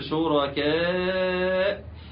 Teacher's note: شركاء في الهمز اللي جاء قبله حرف مد، او الهمز اللي جاء بعد حرف مد همز وجاء في كلمه واحده، يبقى متصل ويمدد مقدار اربع حركات وخمس حركات عند حفص عن عاصم.